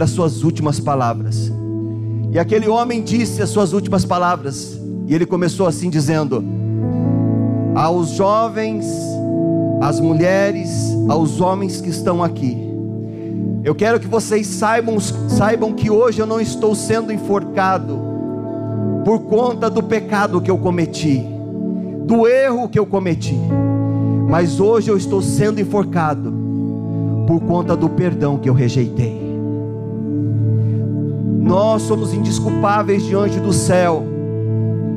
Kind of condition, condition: setting, large echoing room